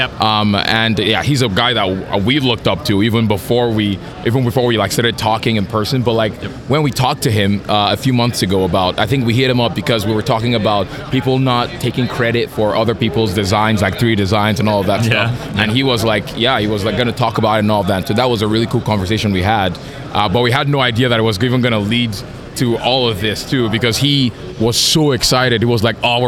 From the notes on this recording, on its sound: SEMA 2023 Live.